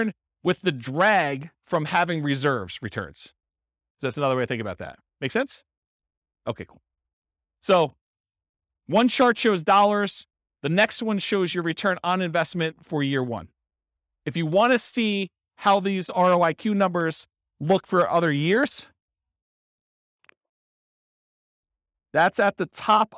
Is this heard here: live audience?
yes